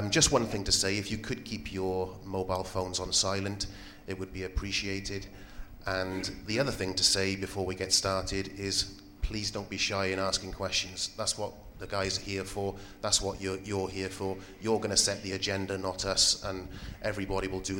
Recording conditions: live audience